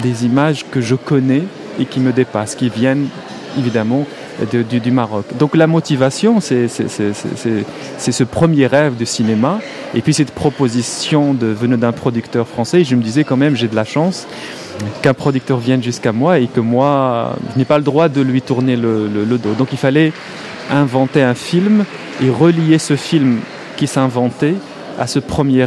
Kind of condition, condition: setting, busy venue